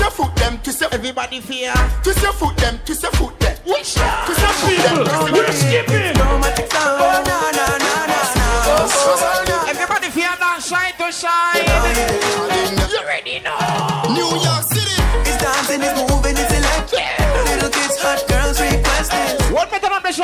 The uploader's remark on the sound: Live audio from Seafood Tuesdays at Manville in NY.